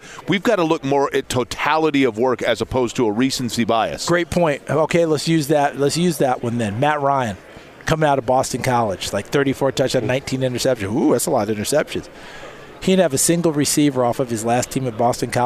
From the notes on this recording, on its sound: live from radio row at the NFL Combine